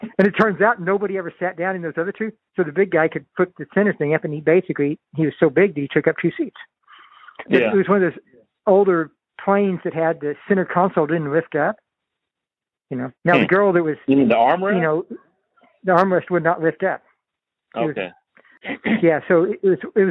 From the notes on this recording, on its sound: This podcast marks the first time I've recorded a phone conversation to capture audio. Shot with a 1080P Webcam with Microphone. Samson Technologies Q2U USB/XLR Dynamic Microphone Recording and Podcasting Pack.